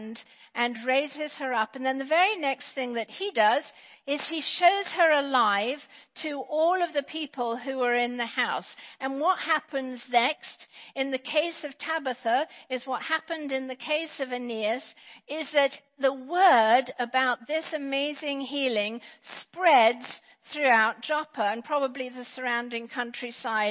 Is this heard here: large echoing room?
yes